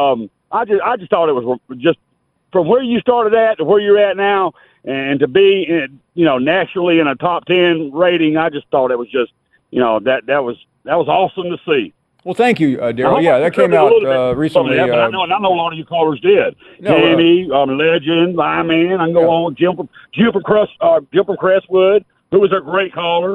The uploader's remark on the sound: taking more of your phone calls